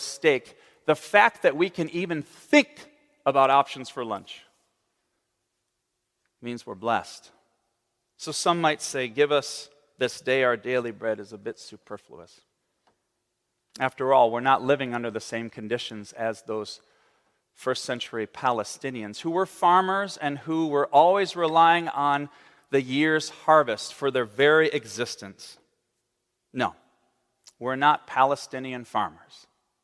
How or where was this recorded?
large echoing room